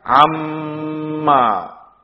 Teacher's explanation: Huruf pertama hilang, enggak dibaca sama sekali, masuk total ke huruf kedua. · Term: idgham